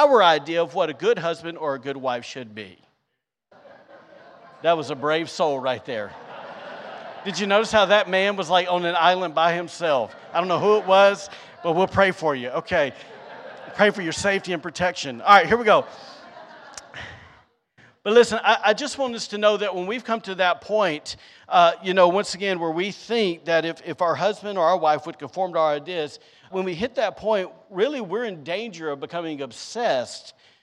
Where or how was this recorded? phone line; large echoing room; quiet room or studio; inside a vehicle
large echoing room